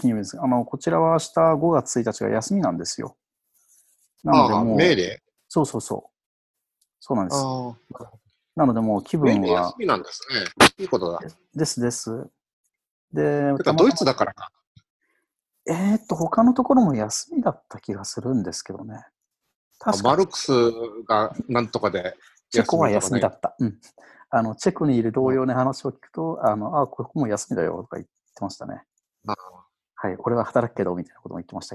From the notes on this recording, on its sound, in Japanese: ZoomでおしゃべりG.W版。Zoomを有償版にアップグレードした方がいいかなぁ～。